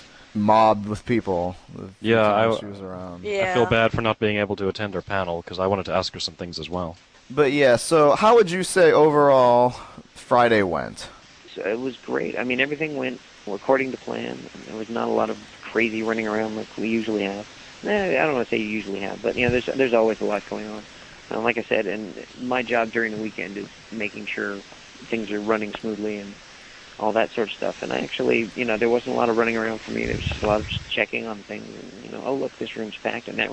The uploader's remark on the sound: with our special guest via telephone